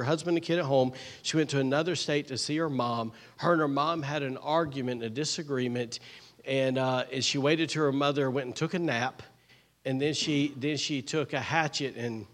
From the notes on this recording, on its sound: was recorded on Sunday, September 3rd, 2023, during service at The Anchor Church in Rockport, Maine